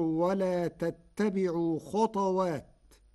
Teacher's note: قرأ ورش كلمة خطوات بإسكان الطاء